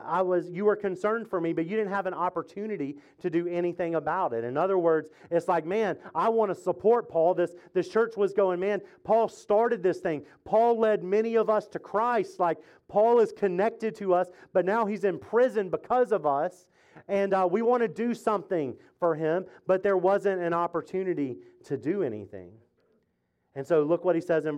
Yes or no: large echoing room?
yes